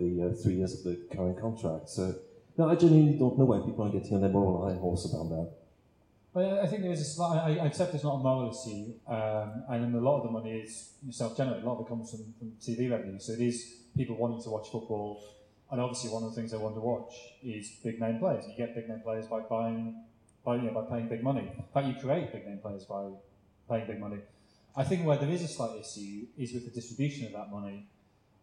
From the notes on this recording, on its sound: The Blizzard Live At The National Football Museum (1st Half). Live Q&A event held at the National Football Museum as part of the Manchester Football Writing Festival. Apologies for the poor sound quality - we were unable to take a direct feed from the microphones and so had to bodge a compromise.